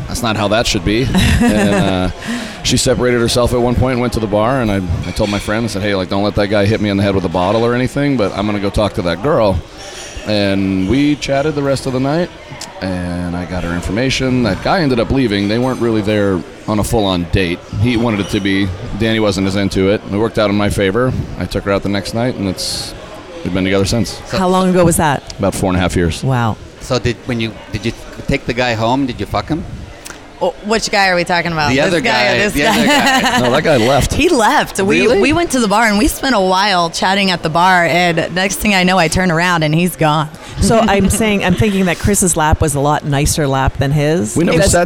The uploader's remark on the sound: On location at Hedonism II Resort in Negril Beach, Jamaica, during Young Swingers Week.